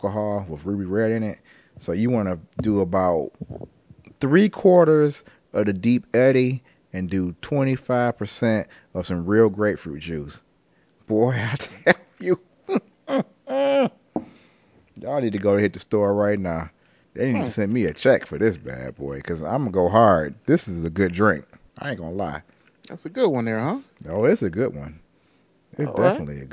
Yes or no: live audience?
no